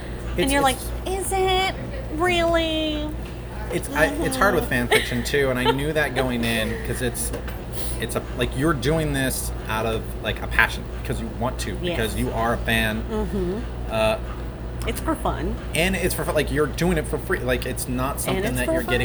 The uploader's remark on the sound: It was recorded in a cafe and so it is a little noisy